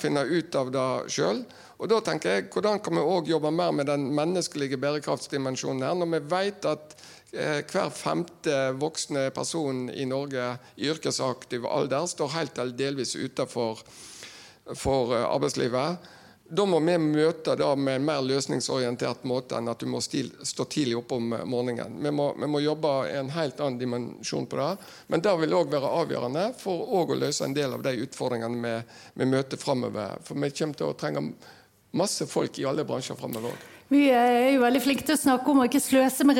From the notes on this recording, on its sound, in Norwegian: Live fra toppledermøtet 2023. Nå kan du høre hele panelsamtalen fra møtet i denne første liveinnspillingen av Operasjon Nullutslipp.